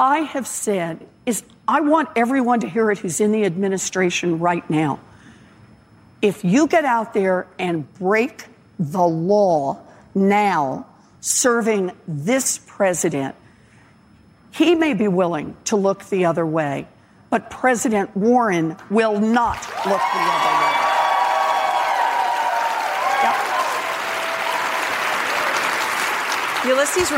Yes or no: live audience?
yes